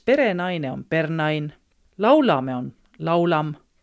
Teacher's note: täishääliku on ilma rõhute silpest harilikult kadunu